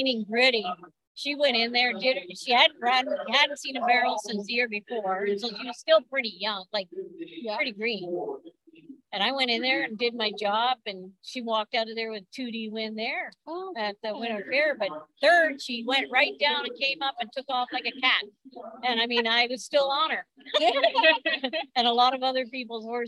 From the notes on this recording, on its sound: Past winners and current competitors joined us for Live Interviews at MBRA (Manitoba Barrel Racing Association) Finals in Brandon Manitoba.